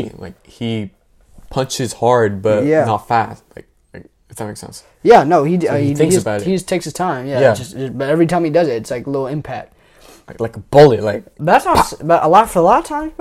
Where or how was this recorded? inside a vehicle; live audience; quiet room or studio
quiet room or studio